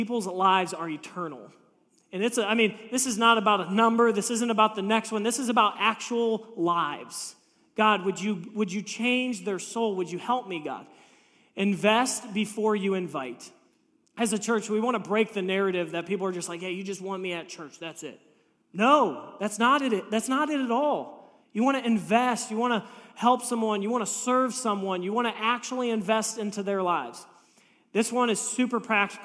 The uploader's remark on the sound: This message was preached on March 26, 2023 at FIVE39 Church.